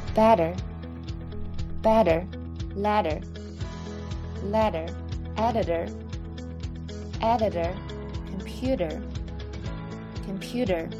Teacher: t 如果夹在两个元音中间，并且 t 所在的音节不在重音的情况下，t 会发成一个短促的类似 d 的音